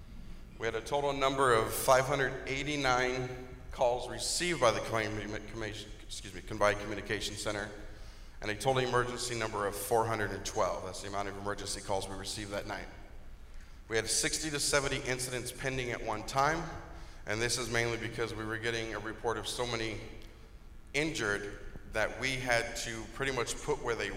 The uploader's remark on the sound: OCFA's Vegas Strong After Action Conference. Four presentations were given at the conference and are being presented in podcast-form here.